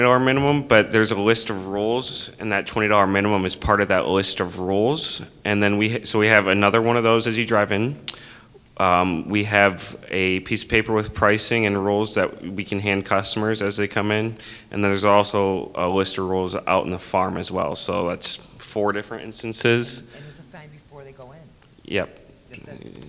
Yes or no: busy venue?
yes